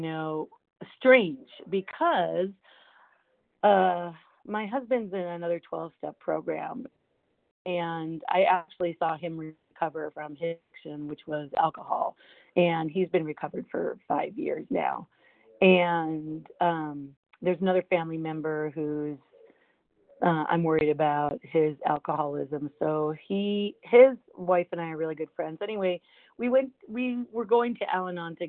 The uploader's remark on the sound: from the 100 Pounders Phone Meeting on 12/17/20